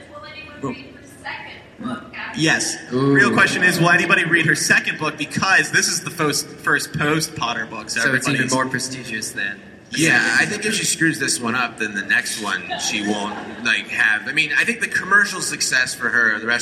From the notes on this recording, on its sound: Live from LeakyCon.